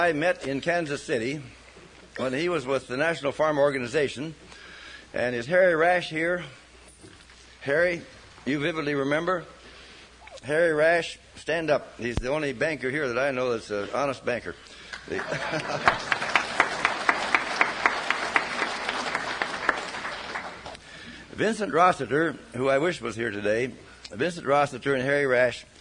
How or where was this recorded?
live audience